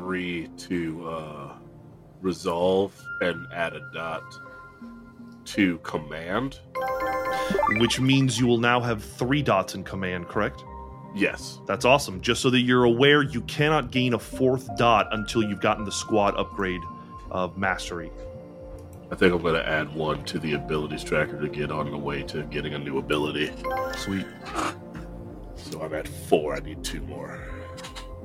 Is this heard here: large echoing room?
no